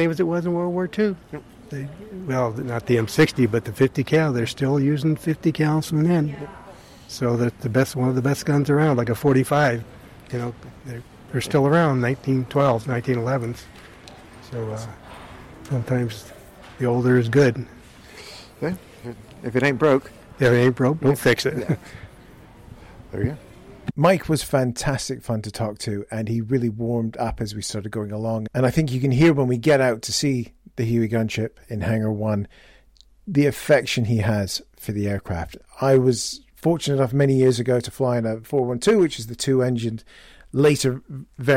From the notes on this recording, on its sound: The episode was recorded onsite at the fab Pima Air and Space Museum